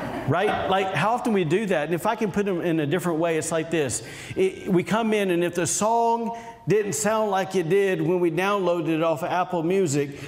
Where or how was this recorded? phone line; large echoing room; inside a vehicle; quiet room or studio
large echoing room